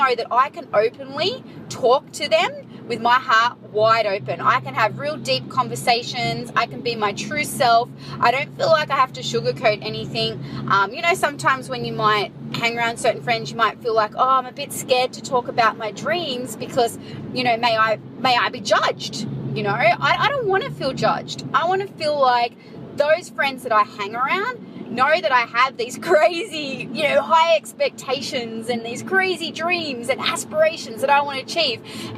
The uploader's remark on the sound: So, I grabbed my iphone and recorded the thought straight away, (excuse the traffic surrounding me, ops!).